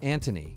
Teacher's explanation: They don't pronounce the TH sound the same way we do. It's like the H is silent.